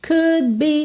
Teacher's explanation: percebe como você não ouve o D do could